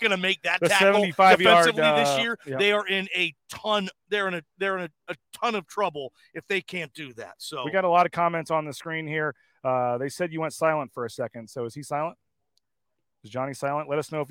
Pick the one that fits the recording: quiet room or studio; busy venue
busy venue